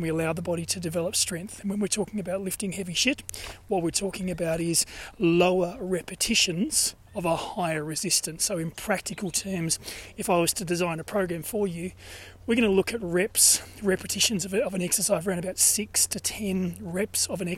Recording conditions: outdoors